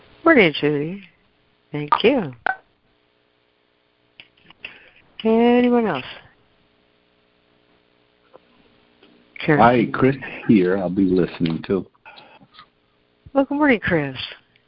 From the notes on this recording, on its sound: ACIM Daily Conference Call.